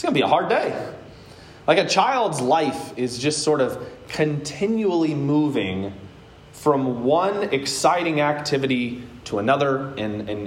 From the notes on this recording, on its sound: Today's word of encouragement comes from a sermon I preached at Hope Evangelical Free Church on October 3rd, 2021.